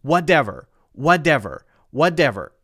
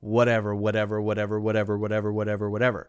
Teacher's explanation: So the tip of the tongue is touching the top of the roof of the mouth, or rather the roof of the mouth, on the ridge, right, between the hard palate and the soft palate. You're tapping your tongue there very quickly in the position of the D, but lighter · Shown in: second take · Term: light D sound